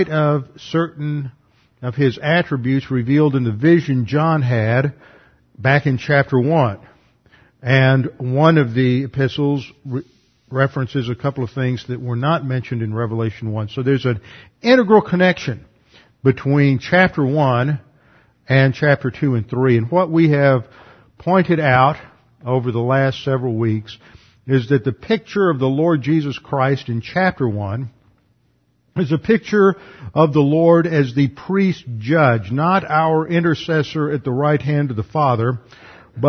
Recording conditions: large echoing room